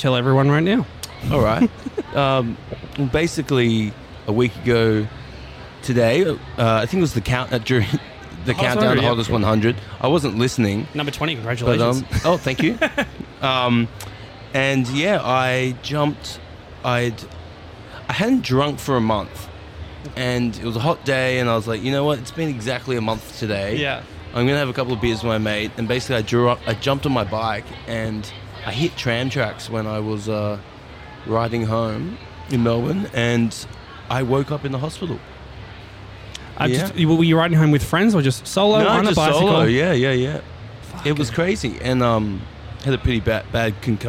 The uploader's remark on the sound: 'The Green Room' goes backstage at the first stop of the Laneway Festival in Brisbane.